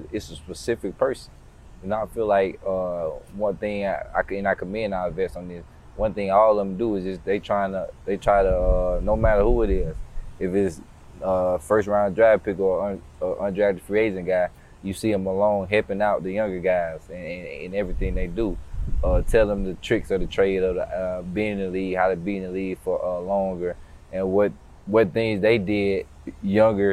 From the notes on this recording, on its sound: outside of the NovaCare Complex at training camp